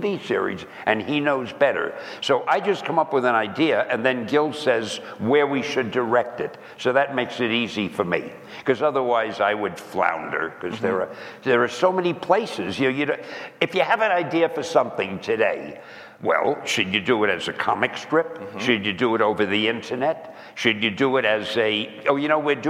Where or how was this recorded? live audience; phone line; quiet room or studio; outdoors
live audience